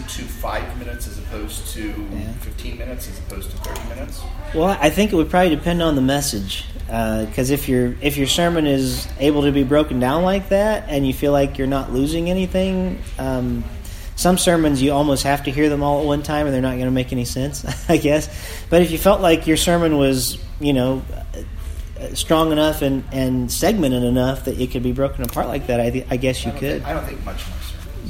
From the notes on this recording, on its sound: Recorded at Team Day in Perry Michigan.